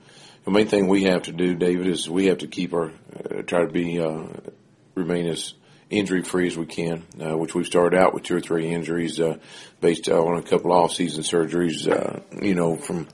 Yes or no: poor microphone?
no